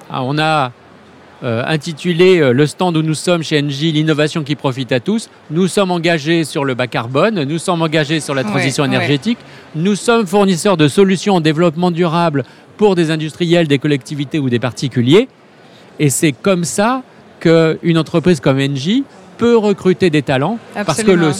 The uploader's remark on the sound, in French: Dans ce nouvel épisode enregistré durant Vivatech 2022, sont réunis autour de la table du Trends Shaker Live.